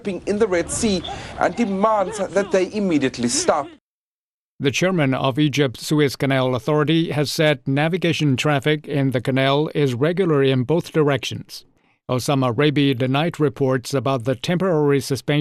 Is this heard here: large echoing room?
no